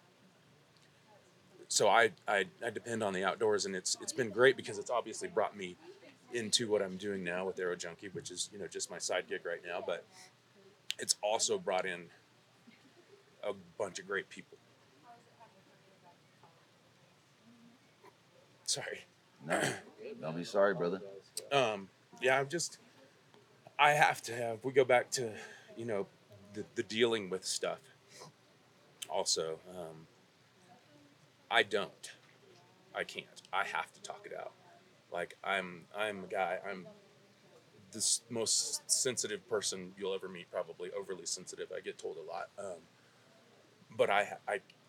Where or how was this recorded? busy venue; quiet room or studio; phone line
busy venue